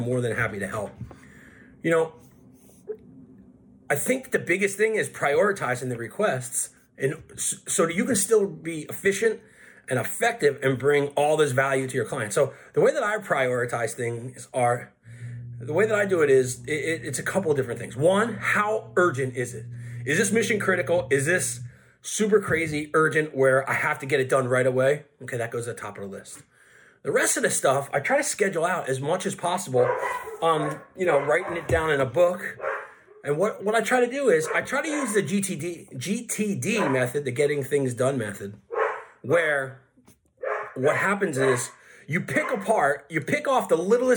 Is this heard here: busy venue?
no